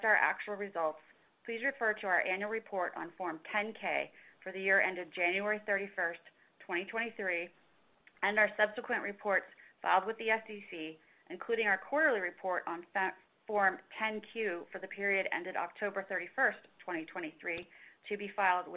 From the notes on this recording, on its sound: Earnings Conference Call